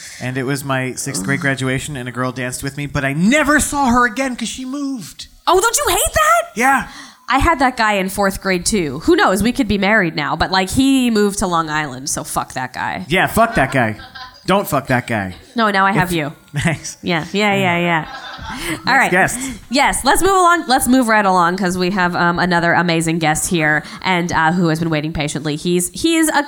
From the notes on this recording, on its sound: Live from Le Poisson Rouge